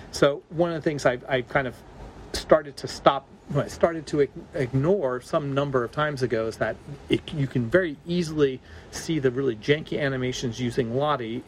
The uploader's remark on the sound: Coming to you live from the streets of London.